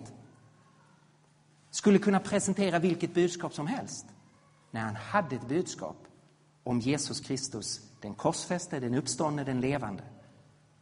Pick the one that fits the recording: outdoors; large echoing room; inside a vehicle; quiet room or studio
large echoing room